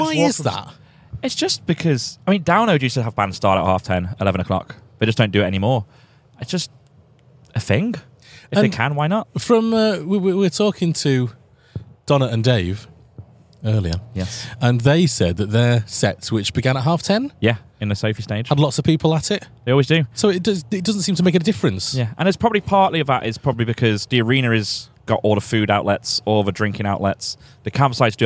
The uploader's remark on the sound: We visit Catton Park in Derbyshire to get all the juicy bits from Bloodstock Festival 2023.